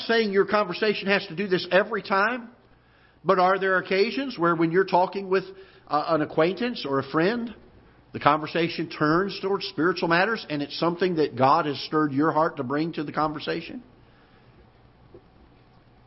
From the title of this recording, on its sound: Ketha Heights Baptist Church ~ Live Broadcast